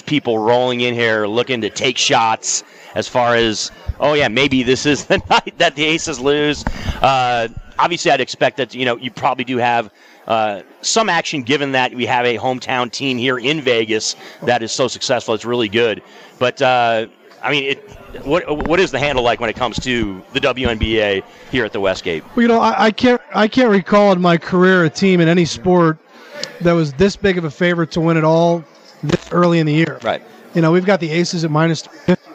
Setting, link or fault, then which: setting, busy venue